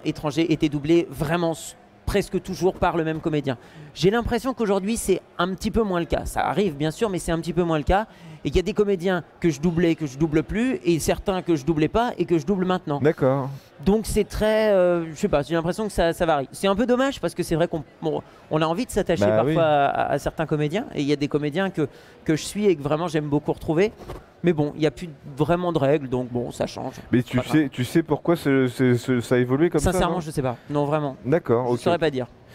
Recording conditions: busy venue